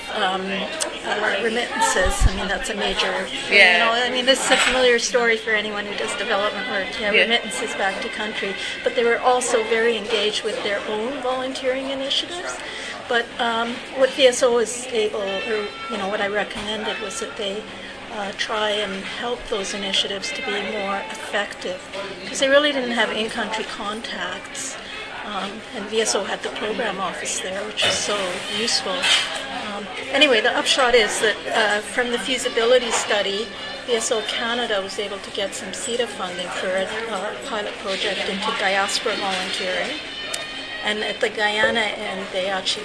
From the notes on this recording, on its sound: We did this interview in a coffee shop with the sound of grinders and people.